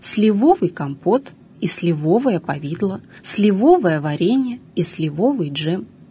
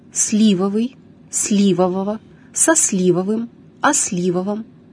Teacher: В прилагательном «сливовый» ударение падает на первый слог, так же, как и в существительном «слива», от которого оно и образовано. · Shown in: second take